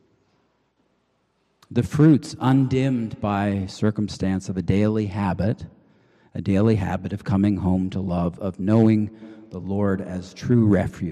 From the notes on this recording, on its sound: Preached on May 7, 2023 at the Cathedral Church of St. Mark in Salt Lake City.